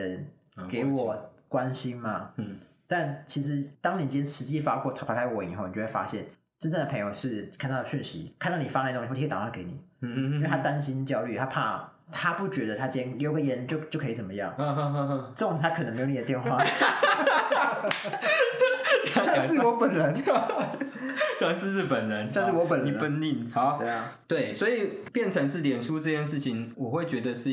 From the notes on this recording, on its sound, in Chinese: EP01-EP05使用環境音較敏感的設備，音質不好請見諒!